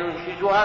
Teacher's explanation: بضم النون وسكون الثانية وكسر الزاي